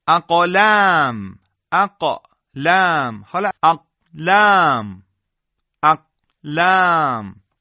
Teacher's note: شما صدای قاف رو در هنگام سکون نمیشنوید، در صورتی که وقتی قاف از مخرج خودش رها میشه صدا شنیده میشه